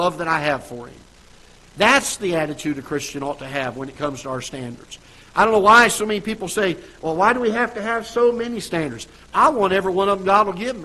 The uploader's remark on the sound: Ketha Heights Baptist Church ~ Live Broadcast